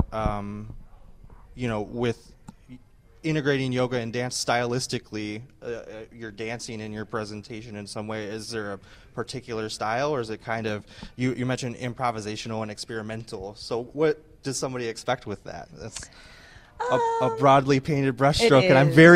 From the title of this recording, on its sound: Live at RADFest 2022!